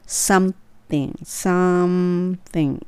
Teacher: この some っていうのは唇が入っちゃうのでさ、ムーにはならないわけですね。